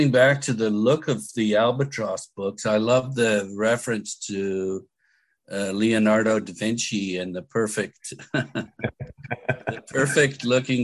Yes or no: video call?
yes